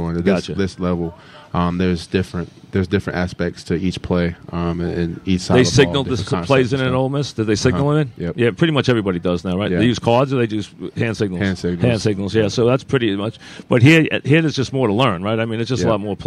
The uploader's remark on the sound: Live from Giant camp.